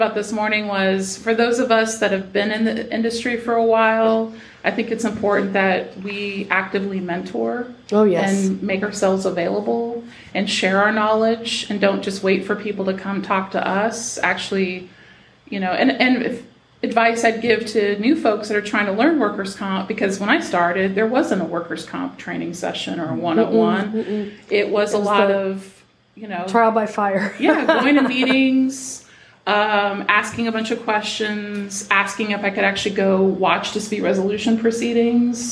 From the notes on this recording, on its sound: TXWCC Live! During the Texas Workers' Compensation Conference in Austin, Texas.